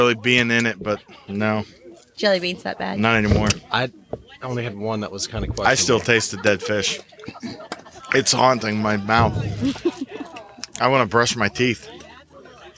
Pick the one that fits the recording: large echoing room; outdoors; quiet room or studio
outdoors